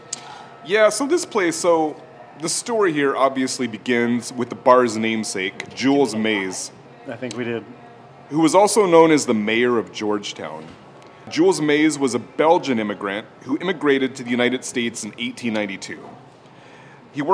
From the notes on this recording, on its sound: Recorded live at Jules Maes Saloon. Jules Maes in Georgetown.